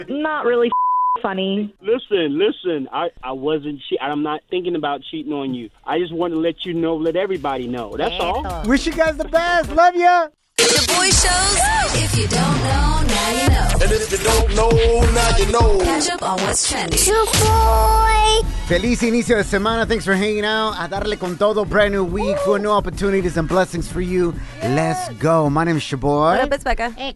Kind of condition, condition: link, phone line